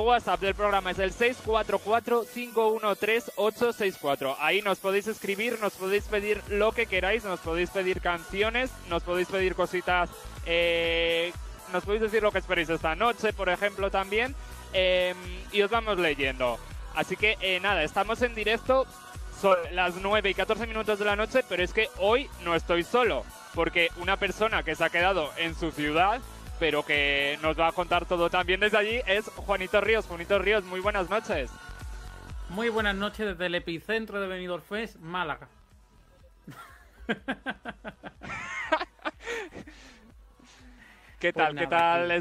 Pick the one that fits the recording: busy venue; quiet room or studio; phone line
busy venue